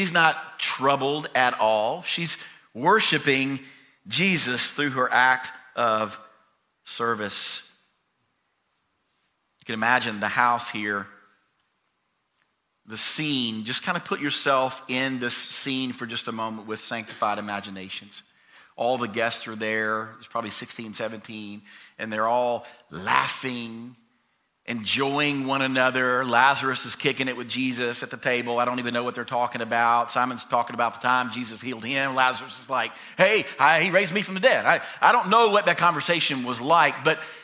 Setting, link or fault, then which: setting, large echoing room